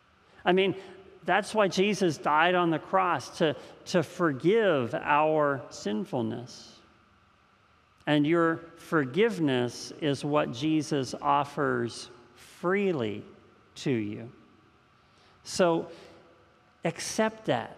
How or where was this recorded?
large echoing room